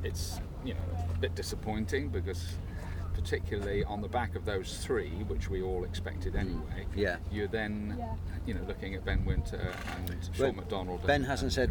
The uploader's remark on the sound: headed down to the beach to record the podcast